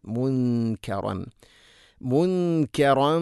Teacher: സാക്കിന നൂന് ശേഷം കാഫ് ഇഖ്ഫാ ഗുന്ന അവ്യക്തമാക്കി മണിക്കണം.